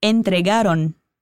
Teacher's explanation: Lembrou do som do N no final? Sem tocar os lábios.